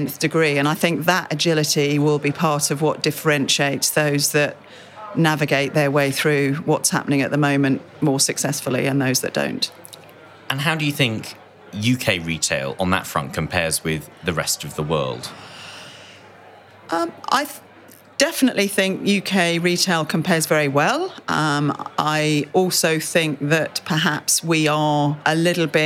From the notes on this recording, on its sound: In an exclusive interview, recorded at the World Retail Congress 2019.